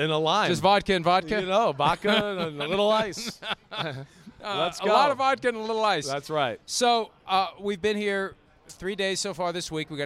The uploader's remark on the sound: Live Audience Show from Las Vegas!